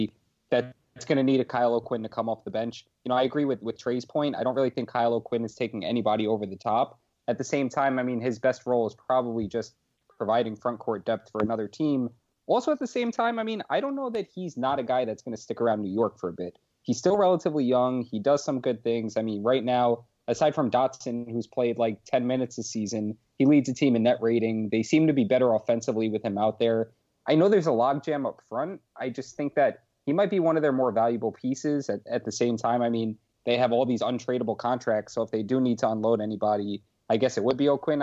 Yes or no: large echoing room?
no